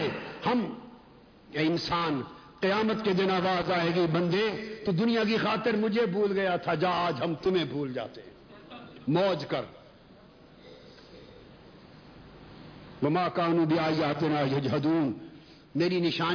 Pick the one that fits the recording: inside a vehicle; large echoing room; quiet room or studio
large echoing room